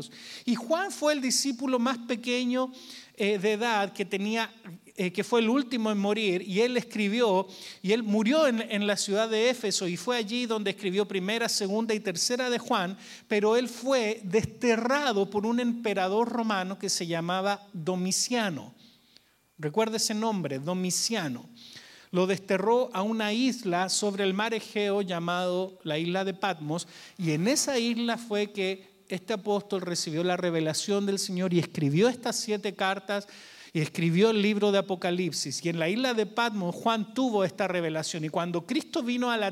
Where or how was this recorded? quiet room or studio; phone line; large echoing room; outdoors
large echoing room